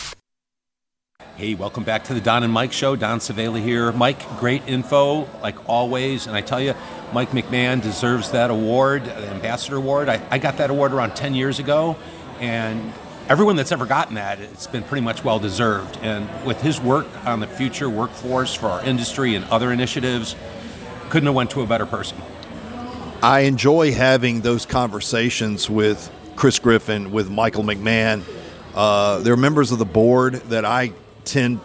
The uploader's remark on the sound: Live from Expo Expo 2022. From Downtown Louisville from IAEE Expo Expo.